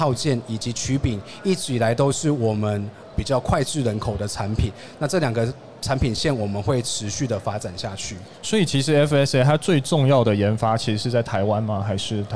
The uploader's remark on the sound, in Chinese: 2022 Taipei Cycle台北國際自行車展-Live Podcast